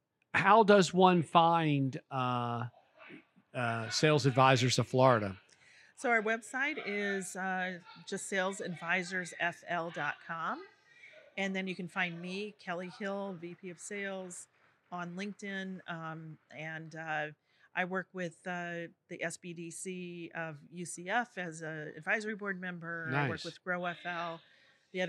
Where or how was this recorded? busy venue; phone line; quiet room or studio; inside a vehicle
busy venue